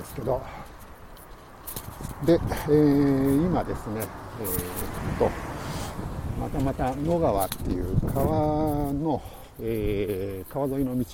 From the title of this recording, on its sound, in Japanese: tokyo walk&eat radio LIVE 東宝スタジオから大蔵大仏